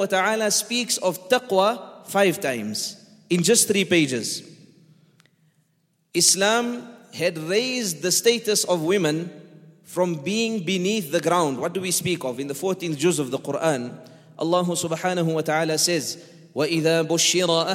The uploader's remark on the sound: on 16th August 2019 at The Houghton Masjid (West Street)